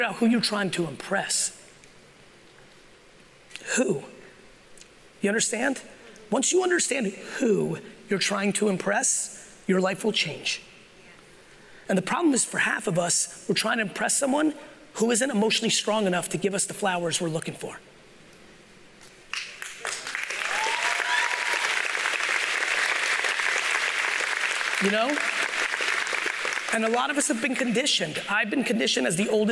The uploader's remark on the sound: I'm sharing my keynote from the Aspire conference in San Diego, California.